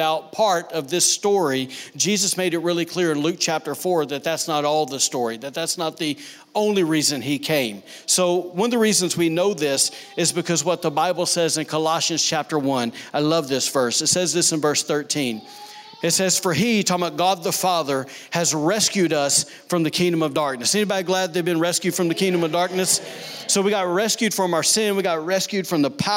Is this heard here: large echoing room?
yes